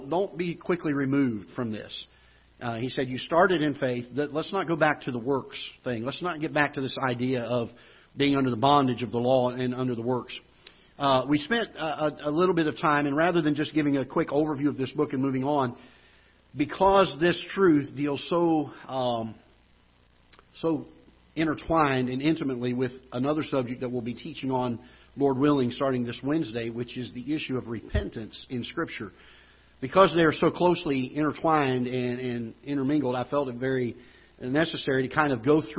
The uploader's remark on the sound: Ketha Heights Baptist Church ~ Live Broadcast